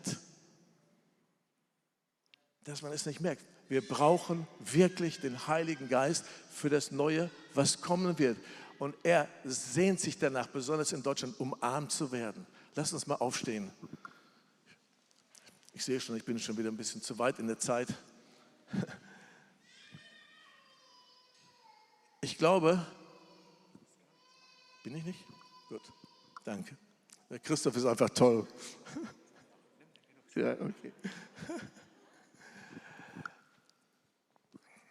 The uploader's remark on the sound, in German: Das ist ein Teil der Abschlussveranstaltung von “GOTTES HERZ TREFFEN BERLIN 2020 –TOGETHER TOGETHER” von der ELIA-Bewegung.